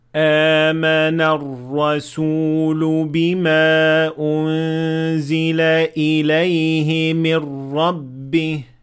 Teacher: a Hamza, and then after it a natural med of two harakat